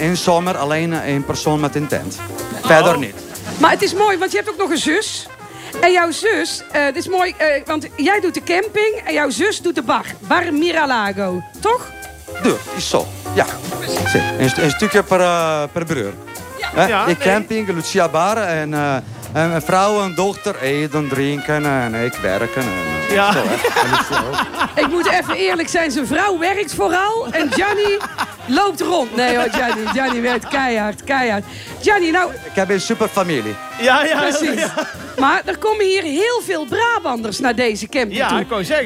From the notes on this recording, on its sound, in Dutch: Niet vanuit de studio, maar live in Italie aan het meer van Caldonazzo. Ruim 30 luisteraars.